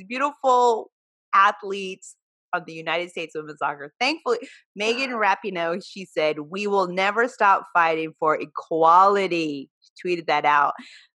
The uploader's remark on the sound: on our latest Zoom’d episode